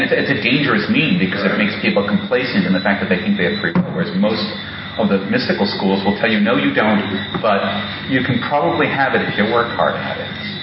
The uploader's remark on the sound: In this talk that was delivered at the 2002 Mind States Conference held in Jamaica.